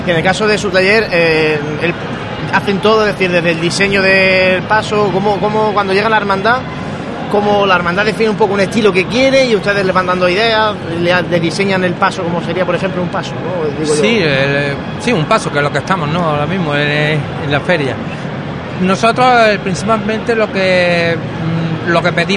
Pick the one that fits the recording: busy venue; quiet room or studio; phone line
busy venue